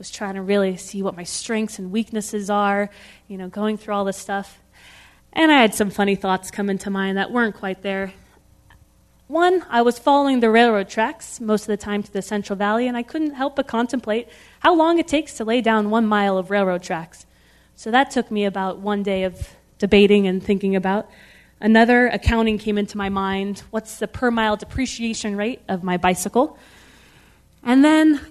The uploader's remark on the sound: This program was recorded in front of a live audience at The Commonwealth Club on August 19, 2010